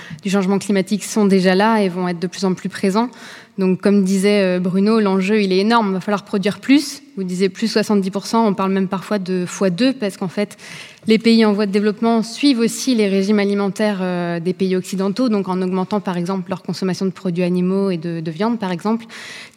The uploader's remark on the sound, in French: Enregistrée en public à l’Académie du Climat.